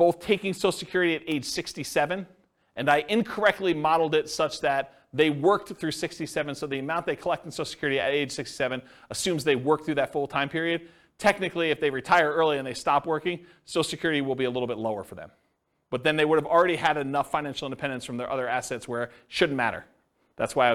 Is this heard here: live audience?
yes